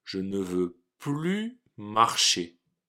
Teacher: Vous avez remarqué que cette fois, on prononce plus. On ne dit pas le S. Mais ça s'écrit toujours P-L-U-S.